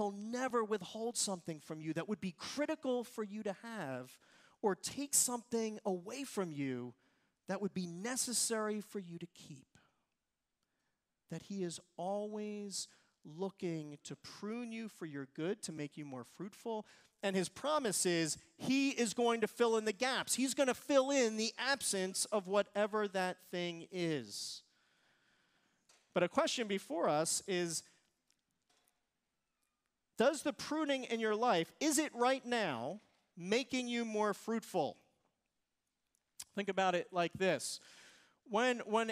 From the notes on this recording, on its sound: Recorded service from July 30, 2023.